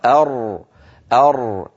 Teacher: الراء الفصيحة أر أر لا شفتين فيها بمعنى لا واو، ولا بد من قرع مخرجها أر بحيث لا يختلط صوتها